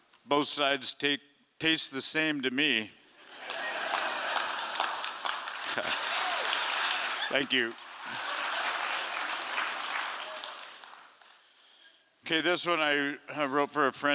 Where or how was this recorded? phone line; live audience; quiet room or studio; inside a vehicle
live audience